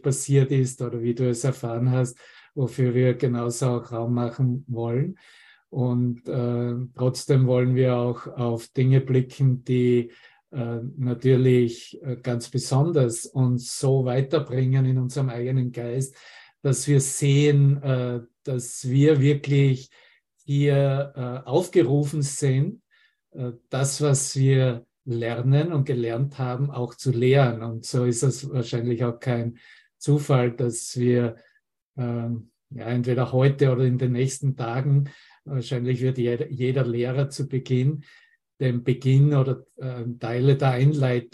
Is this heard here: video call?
yes